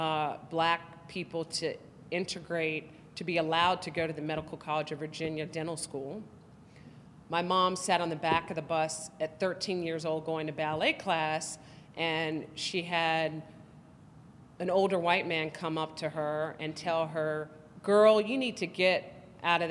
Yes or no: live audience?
yes